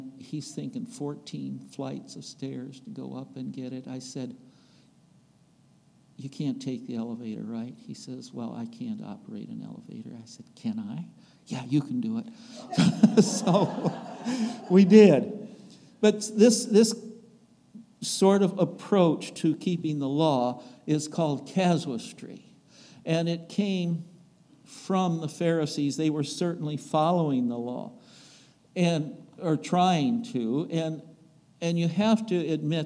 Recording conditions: large echoing room